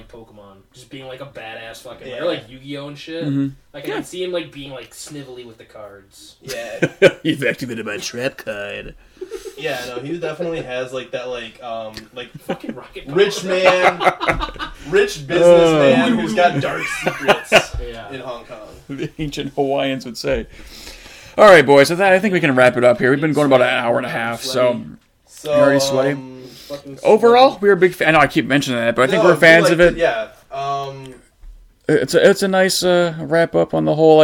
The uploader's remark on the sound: We ran into some audio difficulties this week